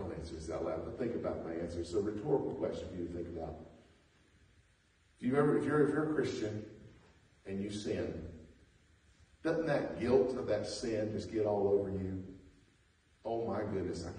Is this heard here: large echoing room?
yes